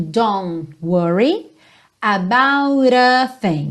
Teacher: é muito comum a gente não ouvir esse T final do don't, right? Já junta no N mesmo, don't worry about a thing.